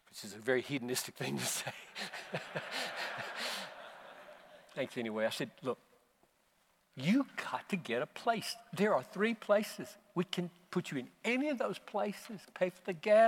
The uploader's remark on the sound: preached at the Bethlehem 2019 Conference for Pastors + Church Leaders in Minneapolis